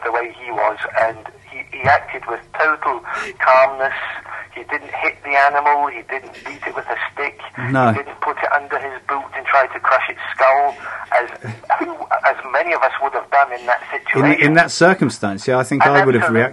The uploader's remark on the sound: take calls from listeners in 'The Electric Head phone-in'